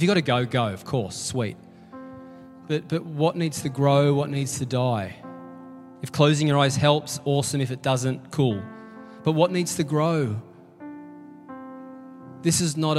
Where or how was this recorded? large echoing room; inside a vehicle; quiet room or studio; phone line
large echoing room